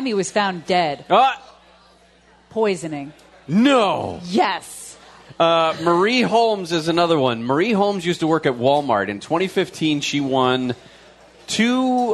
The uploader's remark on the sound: News and Brews LIVE from the HQ Gastropub Huntington Beach